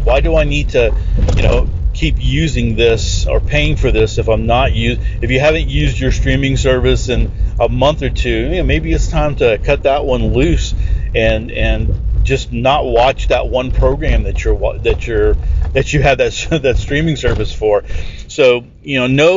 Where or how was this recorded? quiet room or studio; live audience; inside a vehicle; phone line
inside a vehicle